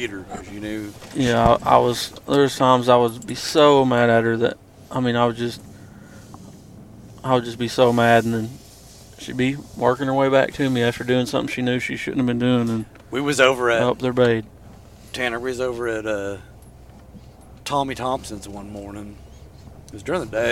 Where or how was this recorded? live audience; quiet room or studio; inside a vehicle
inside a vehicle